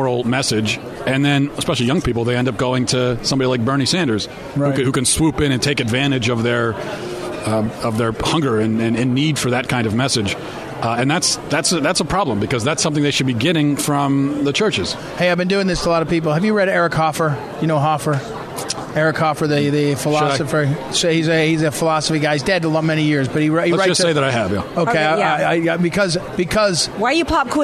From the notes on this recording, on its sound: Joins us live from CPAC.